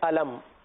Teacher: अलम यहां पर मीम को जाहिर करके पढ़ेंगे यानी गुन्ना नहीं करेंगे